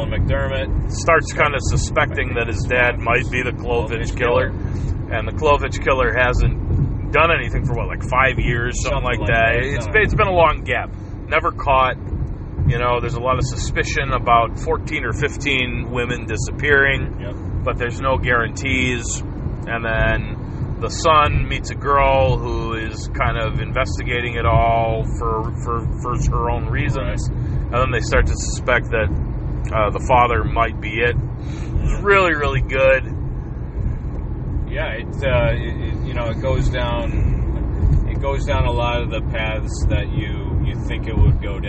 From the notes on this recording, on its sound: road trip edition